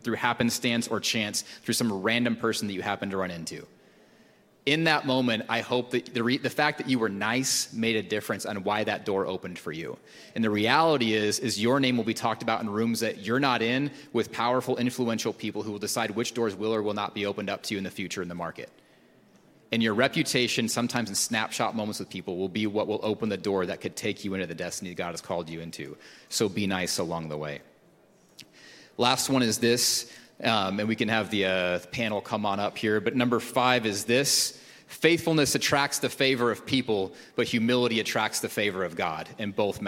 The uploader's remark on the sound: Recorded at Hope Church in Springfield, MO.